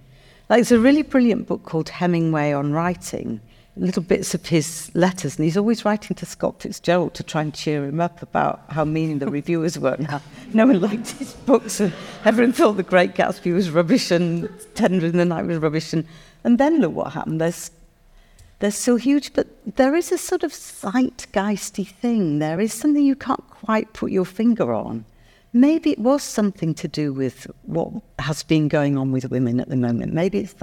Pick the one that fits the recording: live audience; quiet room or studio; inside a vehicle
live audience